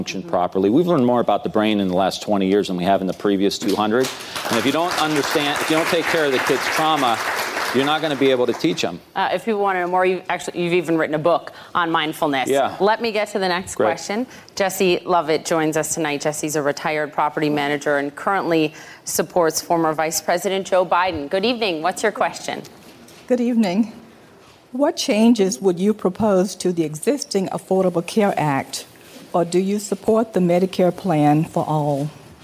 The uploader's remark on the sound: Answers questions during a live town hall. In Atlanta, Georgia.